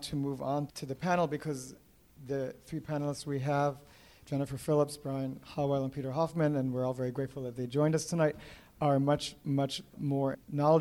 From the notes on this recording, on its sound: This podcast was recorded live at "The Science of Local Food" event on June 26, 2012, a part of the River to River Festival. A big thanks goes out to the South Street Seaport Museum for hosting.